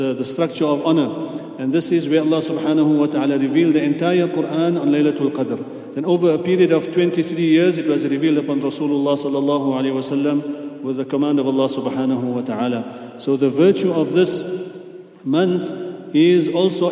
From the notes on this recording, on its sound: at the Houghton Masjid (West Street)